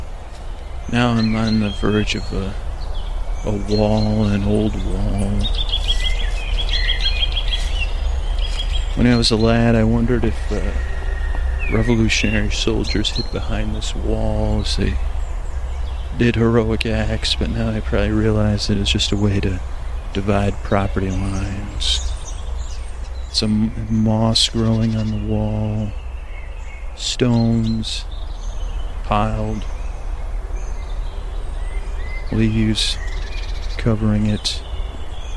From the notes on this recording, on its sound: This episode was recorded on location and contains ambient noises like birds and moss scratching, as well as me walking.